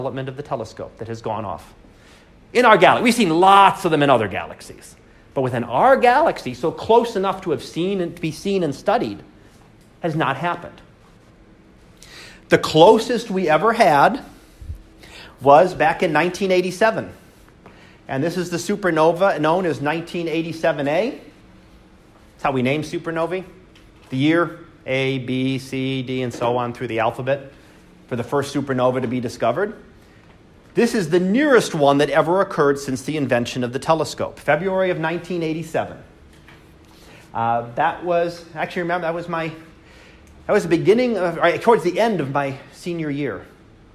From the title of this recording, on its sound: Live Class Lecture